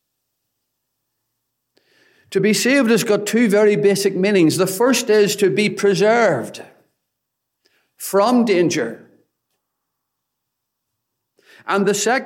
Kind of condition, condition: setting, large echoing room